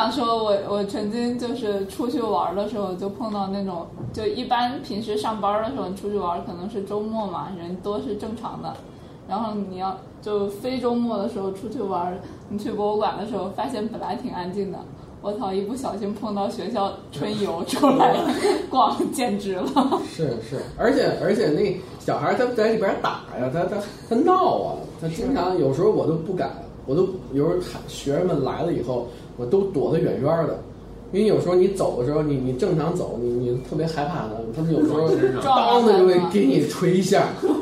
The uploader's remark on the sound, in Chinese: 本期节目为在张大妈办公区用录音笔录制，可能有街道上的杂音，请见谅。